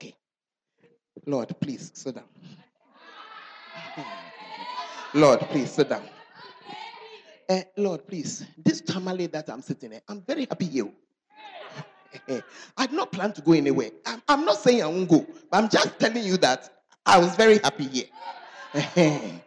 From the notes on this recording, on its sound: Preached at the Charis Conference